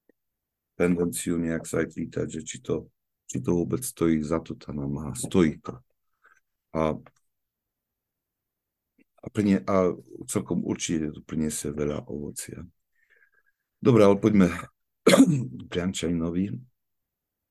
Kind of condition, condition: link, video call